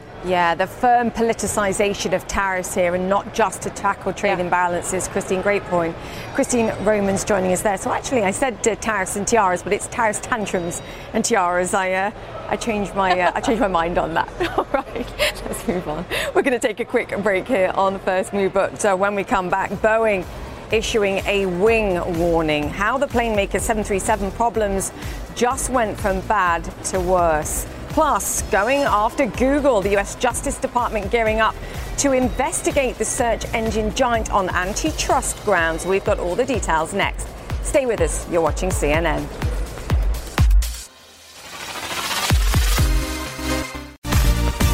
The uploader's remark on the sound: live from the New York Stock Exchange